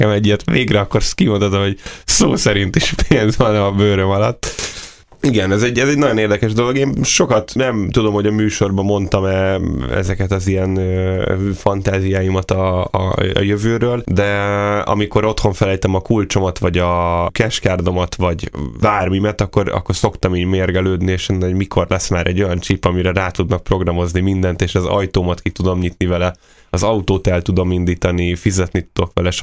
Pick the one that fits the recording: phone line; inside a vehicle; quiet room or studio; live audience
quiet room or studio